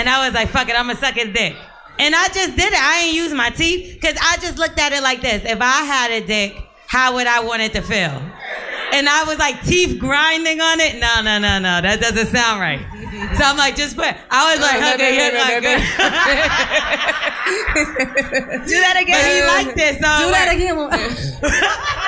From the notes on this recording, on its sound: Lip Service Live. In the second half of the live show.